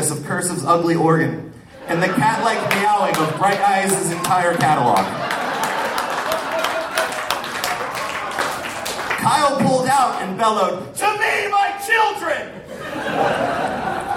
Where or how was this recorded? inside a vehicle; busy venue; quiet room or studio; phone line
busy venue